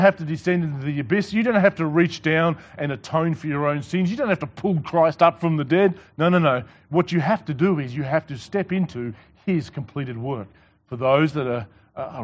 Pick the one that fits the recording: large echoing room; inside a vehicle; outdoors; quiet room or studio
large echoing room